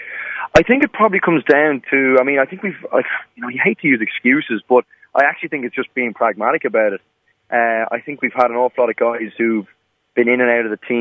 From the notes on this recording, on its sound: on the phone this week